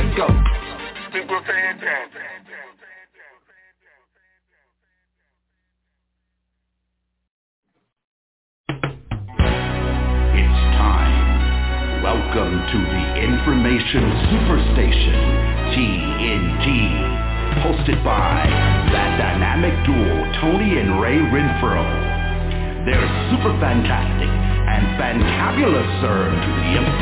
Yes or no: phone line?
yes